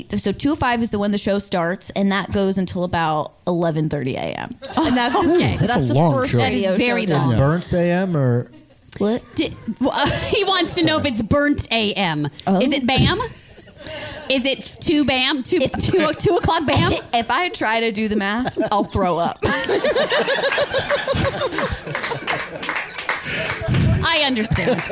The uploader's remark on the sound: Perform the show LIVE at The Dynasty Typewriter. Travel to Los Angeles to perform the show LIVE at The Dynasty Typewriter.